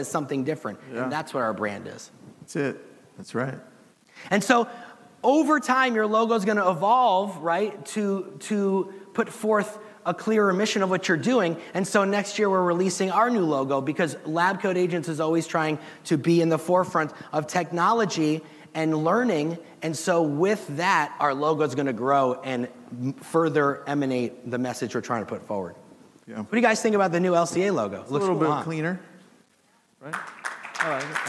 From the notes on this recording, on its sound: the audience at the HyperFast Sales Summit